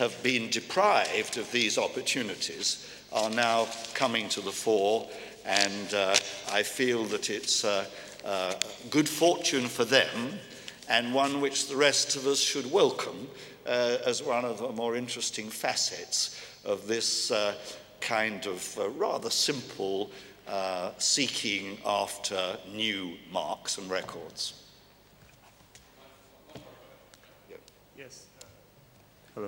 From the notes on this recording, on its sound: recorded at the 2000 International Achievement Summit in London